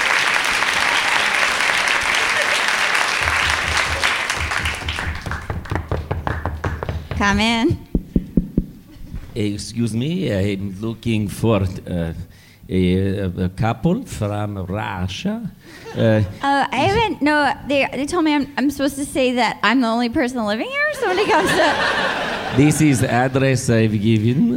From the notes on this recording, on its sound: Live from SF Sketchfest